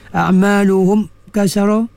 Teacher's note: mim sukun bertemu dengan kaf, izharu syafawi, nyatakan bunyi mim